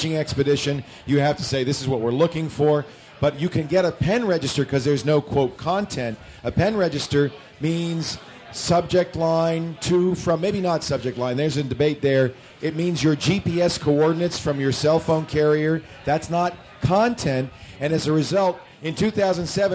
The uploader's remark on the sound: Live From SXSW 2011